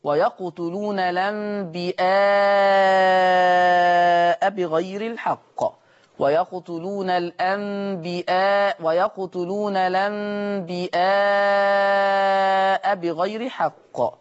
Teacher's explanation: أما لفظ الأنبياء فبالهمزة يقرأها ورش فتصير مدا متصلا